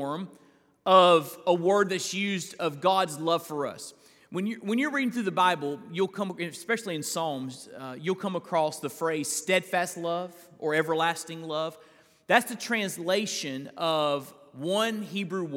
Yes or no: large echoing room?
yes